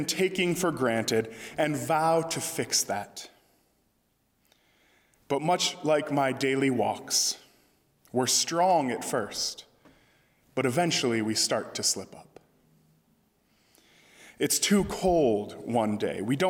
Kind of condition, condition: setting, large echoing room